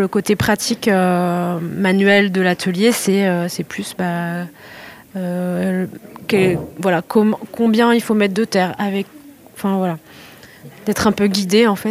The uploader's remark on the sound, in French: Était sur les radios de la FRAMA en direct du salon du livre dimanche 2 octobre 2022 à l’occasion d’un atelier modelage dispensé aux enfants du Mans.